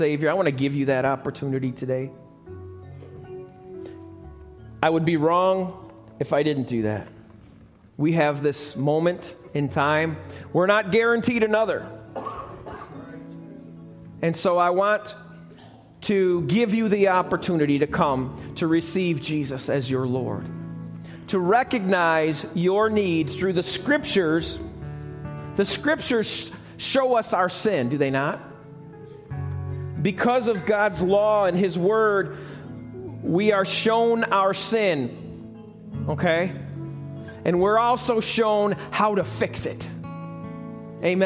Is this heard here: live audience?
yes